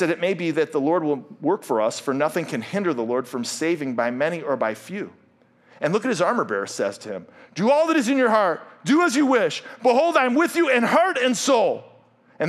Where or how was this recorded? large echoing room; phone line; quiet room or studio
large echoing room